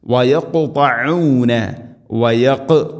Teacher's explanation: ഖാഫിനെ ഖൽഖല ചെയ്യണം, ശരിക്കും കേൾക്കണം.